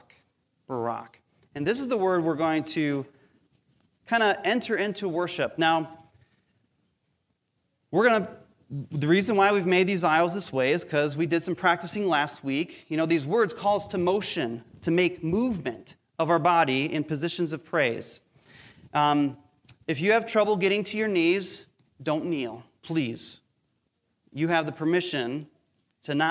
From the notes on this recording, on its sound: Recorded live during our weekly Sunday Service.